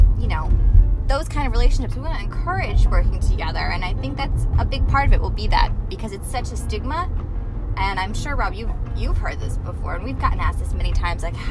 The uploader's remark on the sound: live from the car!